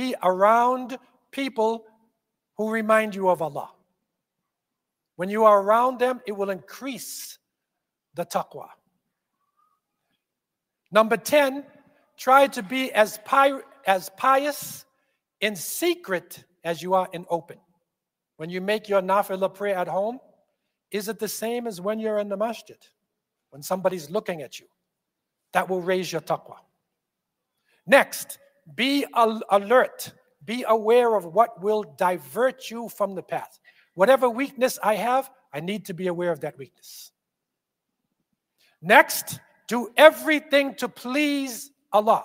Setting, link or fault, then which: setting, large echoing room